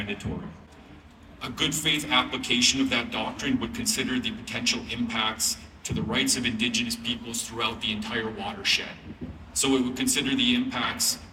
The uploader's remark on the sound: Recorded during the UN Biodiversity Conference in Montreal this past winter. All recorded at a press conference organised by Environmental Defence Canada and Keepers of the Water. The more-than-human voices are the Athabasca river and various animals are recordings from he Yellowstone National Park. Red-winged blackbird, Wilson’s snipe, warbling vireo, bald eagle, western meadow lark, common loon, savannah sparrow, and sandhill crane.